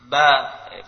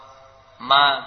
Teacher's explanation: Dinamakan syafahiyah karena huruf-huruf tersebut keluarnya dari bibir. Jadi semua ini berkaitan dengan bibir.